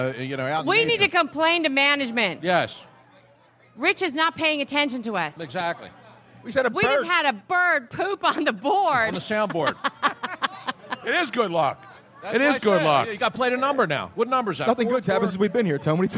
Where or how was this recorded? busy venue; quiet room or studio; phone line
busy venue